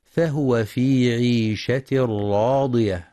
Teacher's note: ينتبه القارئ برواية حفص لضم الهاء في كلمة فهو، فلا يقرأ فهو بسكون الهاء، والصواب ضمها.